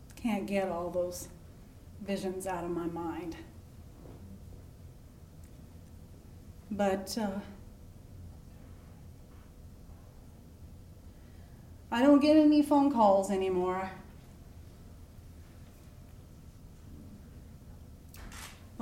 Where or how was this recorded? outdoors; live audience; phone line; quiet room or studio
live audience